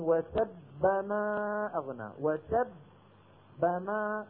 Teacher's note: الباء الأولى الساكنة هنا خرجت بالتصادم بين طرفي عضو نطقي